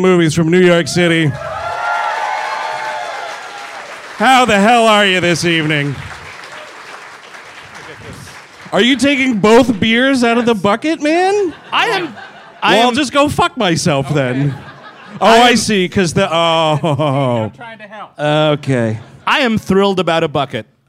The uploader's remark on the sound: Live in Boston. Live from Boston, Massachusetts. Performed live, for one night only.